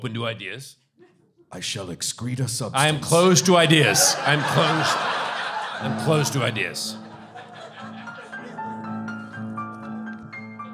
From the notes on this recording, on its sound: LIVE! Sparks Nevada, Marshal on Mars. SF Sketchfest 2020.